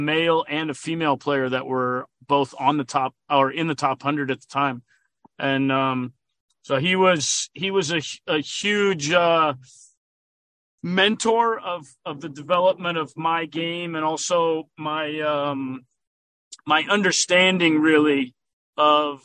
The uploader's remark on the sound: while the later was driving home from the Indian Wells tournament